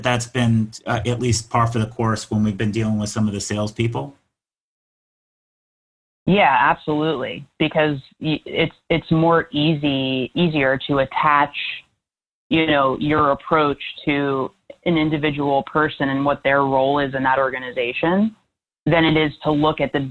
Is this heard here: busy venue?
no